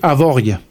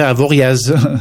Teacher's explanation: Pour dire ça simplement, il y a des lettres muets. Donc, le A et le O à la fin peuvent être muets · Shown in: first take · On dit avorie chez nous.